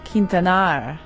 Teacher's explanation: Okay, emphasis on the last syllable. Quintanar. Oh, roll your R slightly.